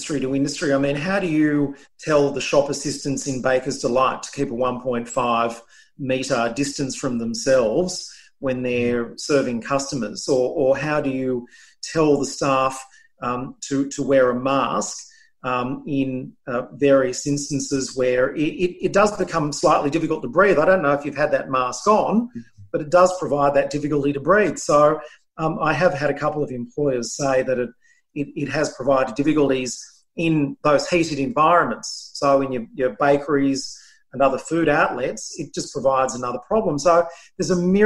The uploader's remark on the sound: via zoom